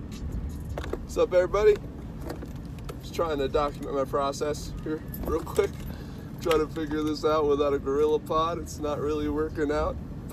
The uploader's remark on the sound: This is the first episode of myself talking about my process while driving home from work.